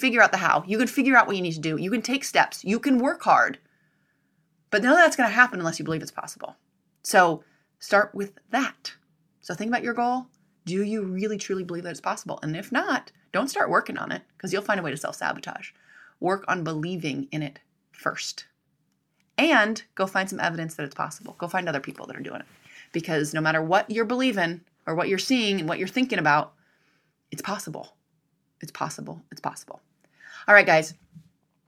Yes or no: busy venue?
no